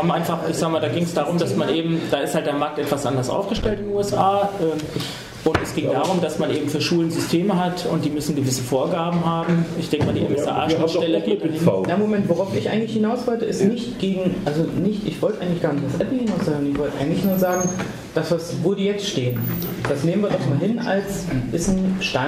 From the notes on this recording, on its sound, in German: Vortrag über mobile Betriebssysteme in Petersberg. Aufzeichnung des Vortrags über mobile Betriebssysteme auf der Bundesfachgruppe IT Tagung in Petersberg bei Fulda.